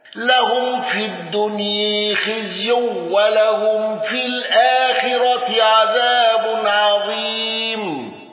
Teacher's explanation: خلف عن حمزة بترك الغنة والسكت على أل